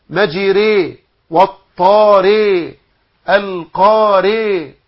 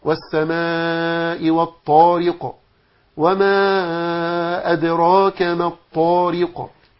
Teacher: ولكن الصواب إتمام الكسر في حرف الراء · Shown in: second take